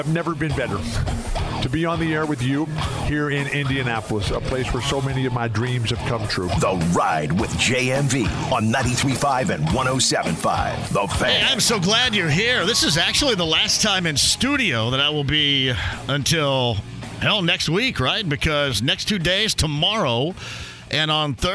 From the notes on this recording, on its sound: He then opens the phone lines and takes a call on the Colts from a listener!